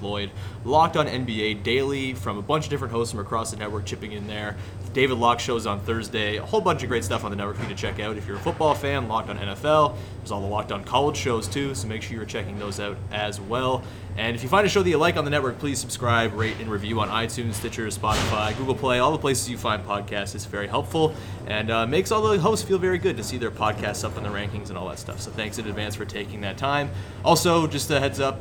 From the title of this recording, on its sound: Live! From the Home Opener